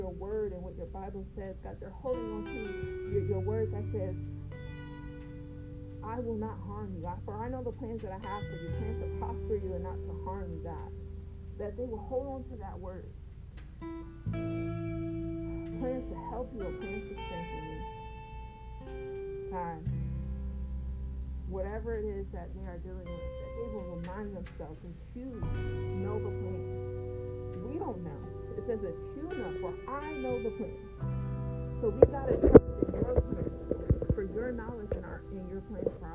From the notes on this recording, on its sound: please forgive me for the audio I was recording sitting cross cross applesauce with my phone on the ground